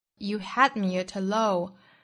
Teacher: me 和 at 又是元音和元音的连读，同样带出小的 e。